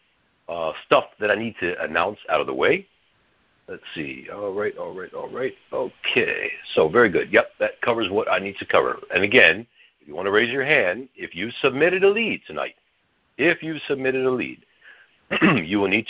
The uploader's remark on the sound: Gold Club Q&A Call